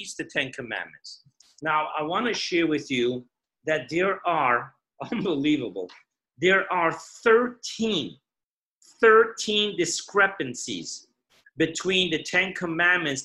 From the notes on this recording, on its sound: Zoom Parsha Class